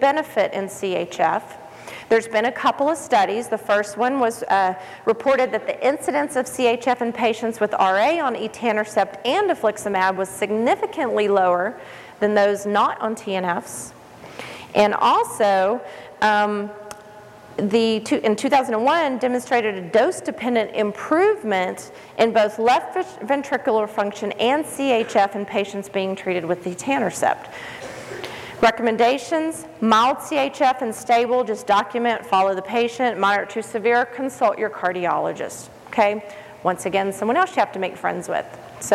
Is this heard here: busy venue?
yes